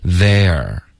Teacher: 它是有一个滑动，一个 a 滑到 r